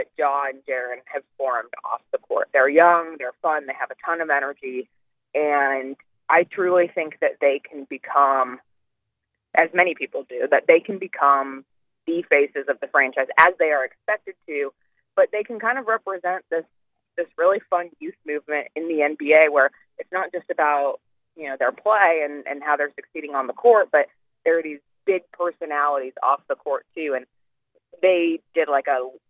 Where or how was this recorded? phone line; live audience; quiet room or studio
phone line